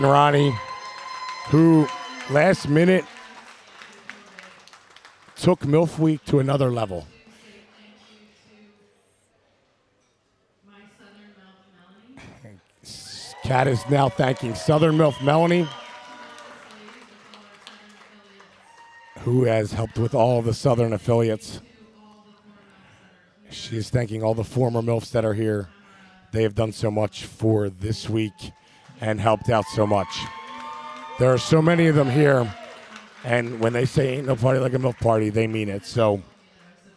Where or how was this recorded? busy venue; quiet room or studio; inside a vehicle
busy venue